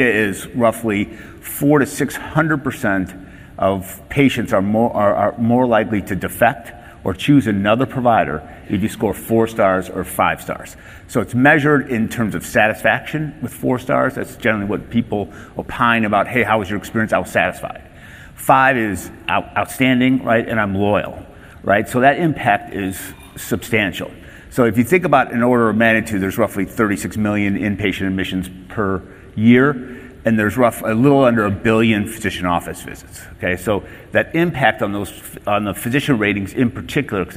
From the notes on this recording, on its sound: first presented at the 9th annual DPharm: Disruptive Innovations conference